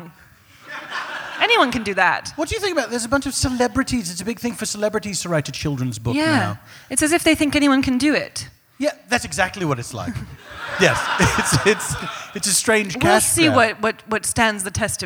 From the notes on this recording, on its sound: A special traveling edition of The Dead Authors Podcast. Recorded Live at San Francisco Sketchfest, San Francisco, CA.